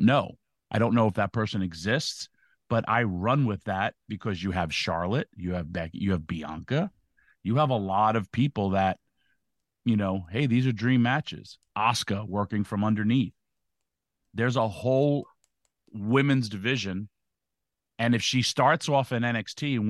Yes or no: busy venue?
no